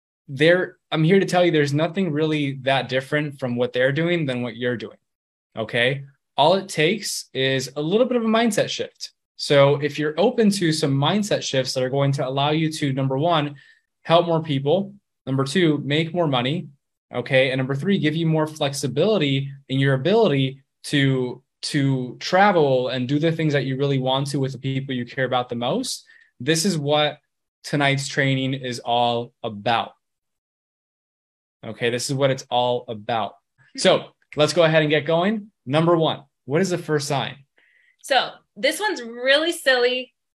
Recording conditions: video call